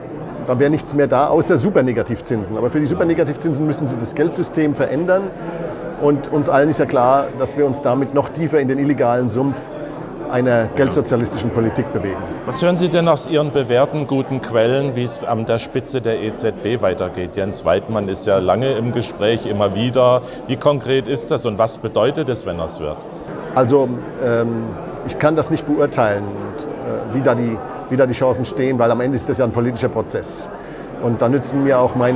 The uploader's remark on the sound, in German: Interview, das am Rande des Kongresses für Frieden und Sicherheit in Europa Anfang Juni im Rahmen des Neuen Hambacher Festes 2019 aufgezeichnet wurde